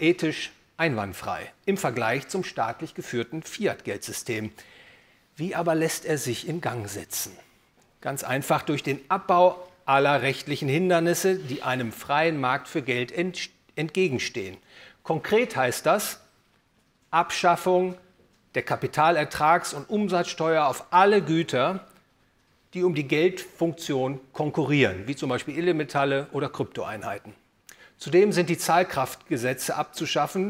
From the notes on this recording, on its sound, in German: gehalten auf dem Seminar der Friedrich August von Hayek-Gesellschaft